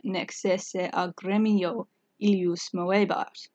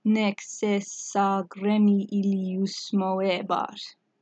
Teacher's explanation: Because there are two elisions within quick succession, it's muddy, it's blurry · Shown in: second take · and it all centres around where we find this word gremio.